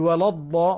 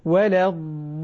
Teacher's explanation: ولا لا نقول ولا الضاء، ولا لا نفخم اللام وإنما نرققها · Shown in: second take · Term: ترقق اللام